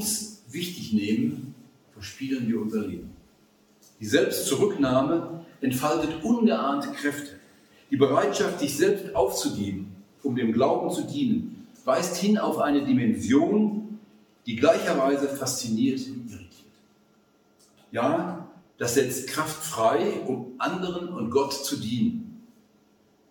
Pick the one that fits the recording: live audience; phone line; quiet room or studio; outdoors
live audience